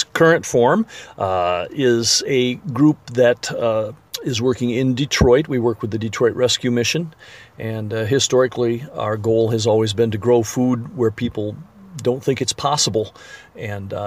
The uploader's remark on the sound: If you listen carefully, you may hear the sound of the intermittent windshield wipers going across the glass. During a summer storm, as they were talking amongst the raised bed vegetable garden, planted in what was the parking lot of an abandoned building.